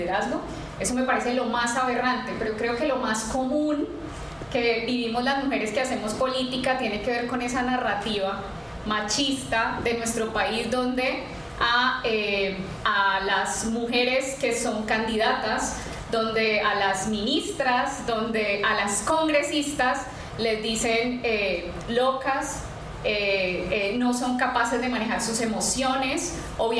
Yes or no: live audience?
yes